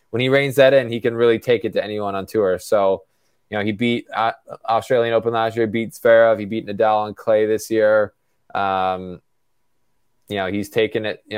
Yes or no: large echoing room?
no